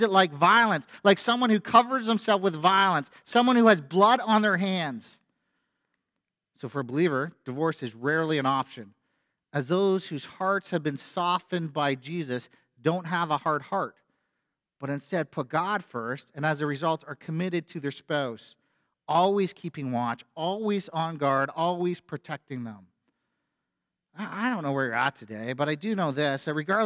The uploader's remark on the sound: A sermon from FBC Church in Cobourg,